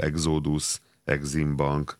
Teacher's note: miért ejtjük az X-et néha gzönek, természetesen csak magánhangzók között